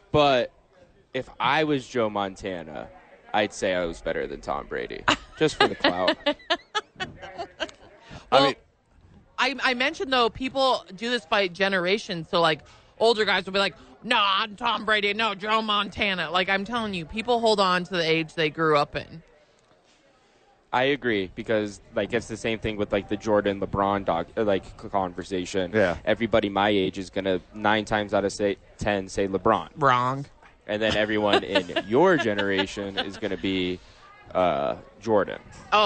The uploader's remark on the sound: live from Top Golf for the YMCA Charity event